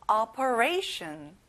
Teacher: 친구들, ray에 강세를 넣어보세요.